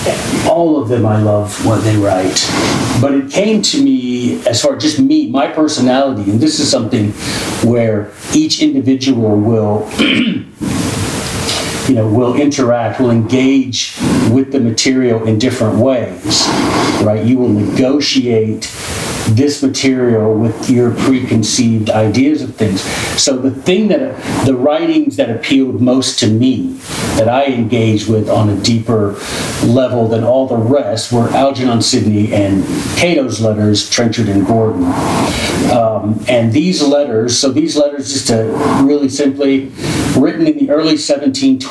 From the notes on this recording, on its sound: We had some technical difficulty. This episode would be impossible to duplicate and had incredible moments so with some magic we were able to make his voice audible.